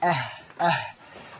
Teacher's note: لو قلت عن الهاء أه عرفت مخرج الهاء من أقصى الحلق